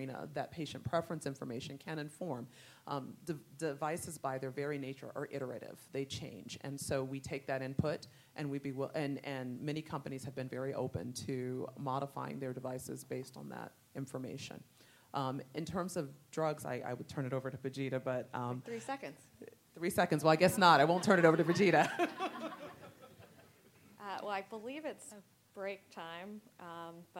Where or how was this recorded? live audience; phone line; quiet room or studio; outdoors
live audience